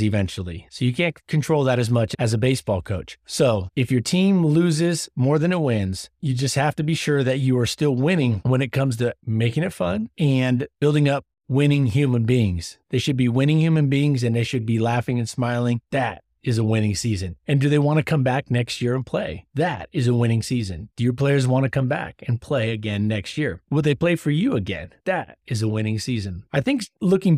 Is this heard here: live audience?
no